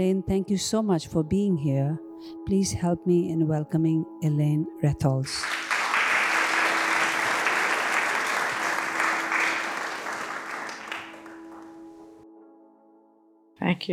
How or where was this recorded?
live audience